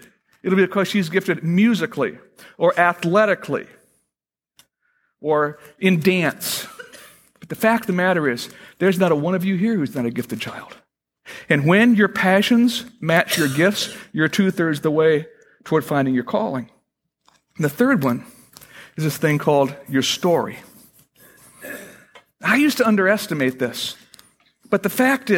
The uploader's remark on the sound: Originally recorded on November 1, 2009, at Fellowship Missionary Church, Fort Wayne, IN.